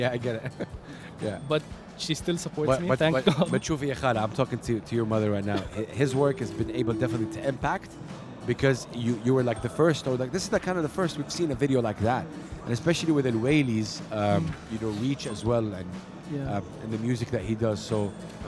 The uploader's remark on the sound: Live from SIBF 2023